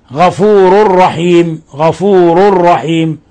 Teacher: إضغام بغير غنة، لأن التنوين تنوين الضم جاء بعده حرف الراء، وحرف الراء أحد حرفي الإضغام بغير غنة.